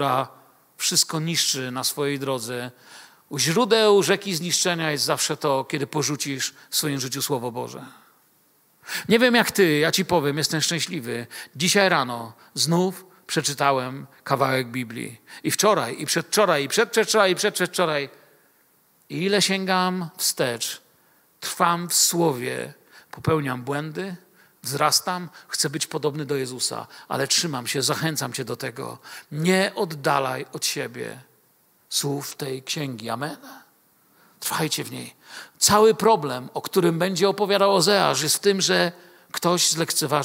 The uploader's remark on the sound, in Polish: Wykład nagrano podczas nauczania w Kościele „Filadelfia” Bielsko Biała.